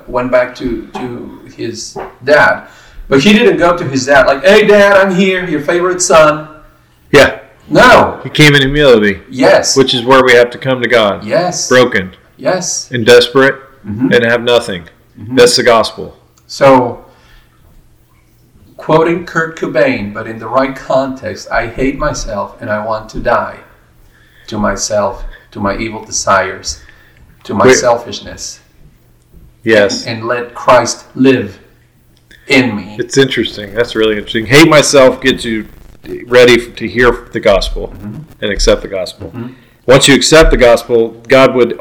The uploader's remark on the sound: This is one of the first episodes we recorded, the quality of sound is not that great.